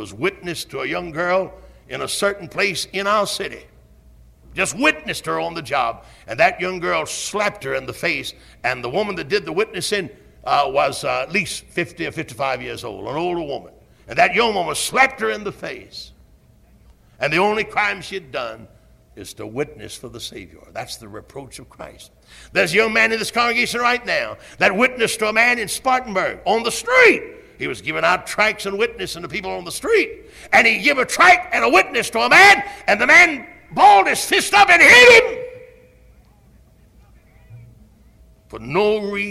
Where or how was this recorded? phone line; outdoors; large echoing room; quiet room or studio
large echoing room